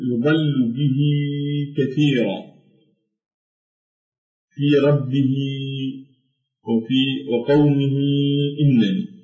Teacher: أما إذا كان المتحرك بالكسر، إذا تقدمها حرف متحرك ولكن بالكسر، فإنها حينئذ توصل بياء متحولة من كسرة مشبعة، أي نشبع الكسرة التي على الهاء فتنقلب إلى ياء عند جميع القراء · Term: هاء الكناية